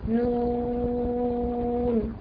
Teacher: طب الواو دون بعد ايه حرف ساكن اللي هي النون. طيب الواو ده هنمدها ست حركات، ليه هنمدها ست حركات؟ لان بعدها حرف ايه ساكن ثابت وصلا ووقفا في نفس الكلمه. هنقراها نون ونقف.